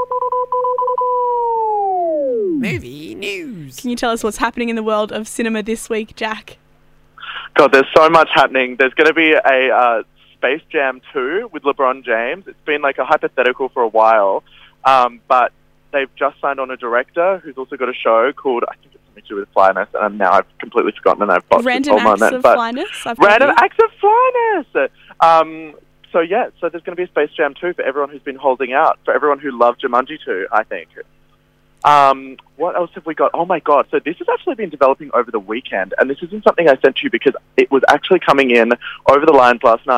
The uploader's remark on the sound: does a phone